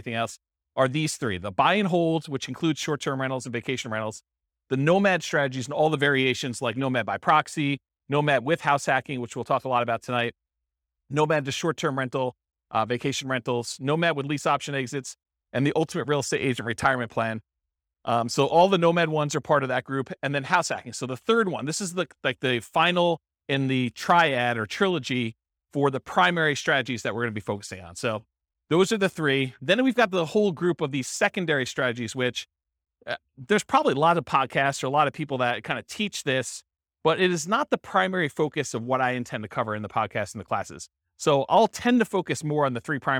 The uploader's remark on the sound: This was a live class recorded.